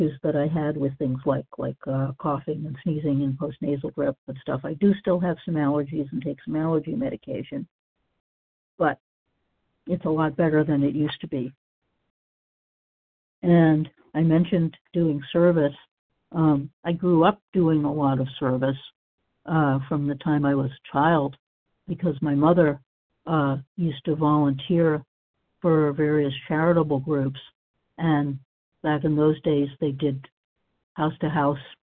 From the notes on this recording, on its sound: 100 Pounders Phone Meeting, 3/30/23.